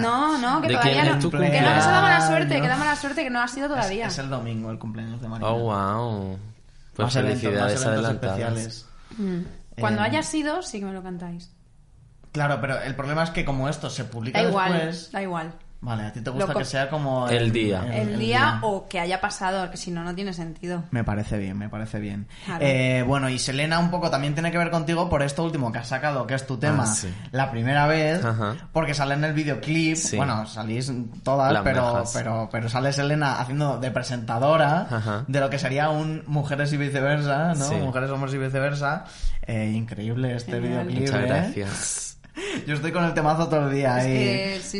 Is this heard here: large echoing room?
no